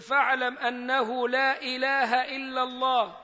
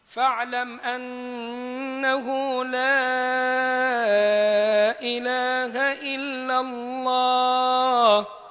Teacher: تقرأ بمد المنفصل ويكون أربع أو خمس حركات · Shown in: second take